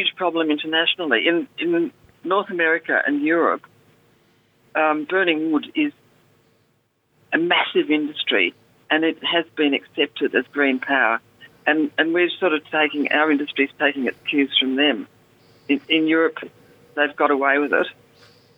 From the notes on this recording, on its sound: Joining us via phone from the South Coast and in studio.